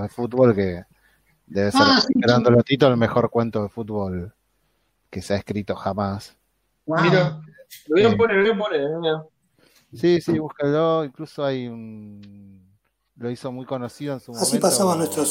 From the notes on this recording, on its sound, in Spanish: La hicimos usando #jitsi. 6ta. Juntada Virtual.